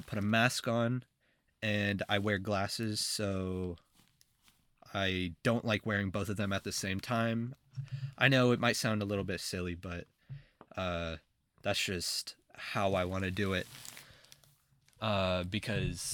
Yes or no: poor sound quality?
no